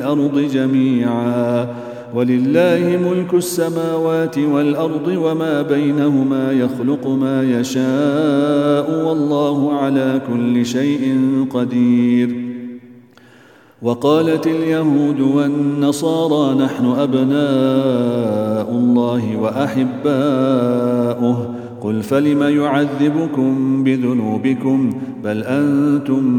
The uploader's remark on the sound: at the Houghton Masjid (West Street)